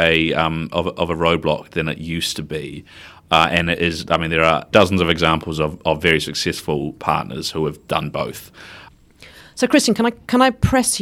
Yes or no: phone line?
no